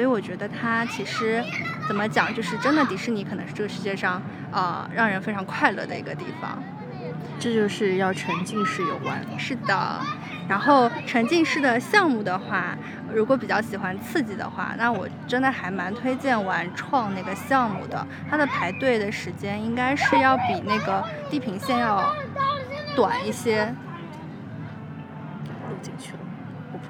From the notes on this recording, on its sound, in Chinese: 迪士尼现场。就是在迪士尼本尼园区内。